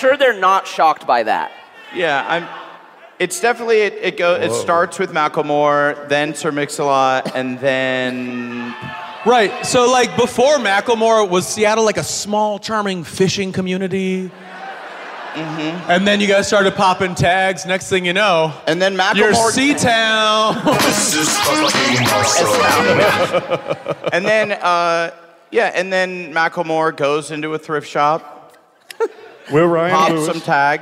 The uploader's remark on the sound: Live from Seattle!